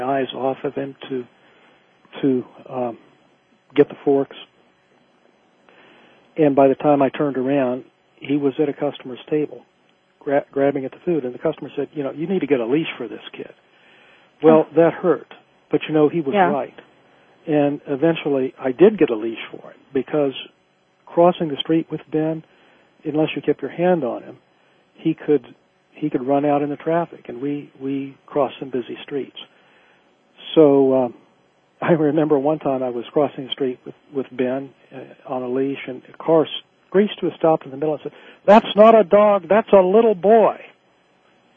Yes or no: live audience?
no